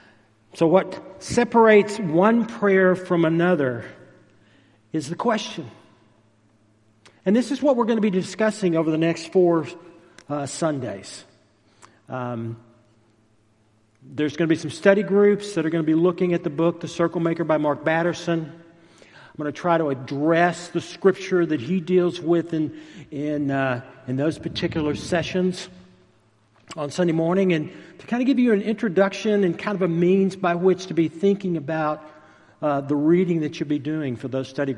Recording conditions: large echoing room